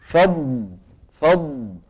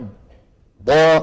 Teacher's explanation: معناته الضاد رخوة ولا شديدة؟ رخوة، لأن صوتها ايه؟ مستمر ما انقطع. · Shown in: first take